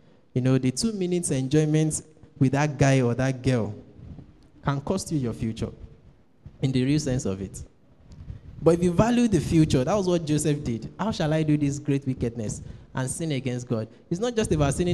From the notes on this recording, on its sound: Preached at TAC Powerline District Youth Fellowship in 2015.